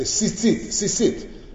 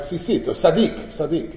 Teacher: by some of the Sfardim, the Tzadi becomes an S sound.